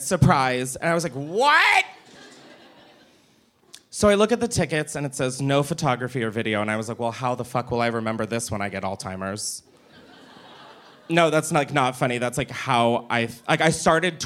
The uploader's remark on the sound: Live from the Punch Line in Philly. Gets wild with the audience.